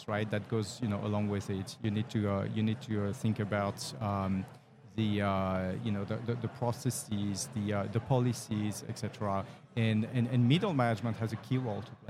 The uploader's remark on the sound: Live at the HR tech 2022 conference